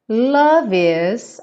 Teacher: aqui a gente junta o love com is, já que o E do love não é pronunciado